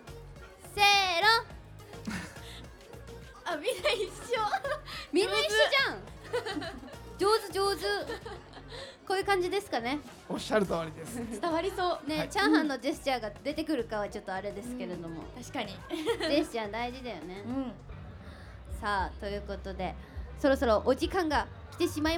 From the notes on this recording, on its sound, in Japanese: ABCラジオまつりでの公開収録の模様をお届け！万博記念公園で行われた「ABCラジオまつり2023」での公開収録の模様をお届けいたします！